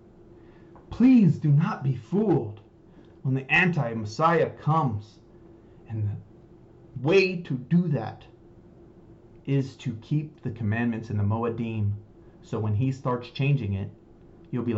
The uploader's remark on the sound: Sorry about the sound we are having microphone trouble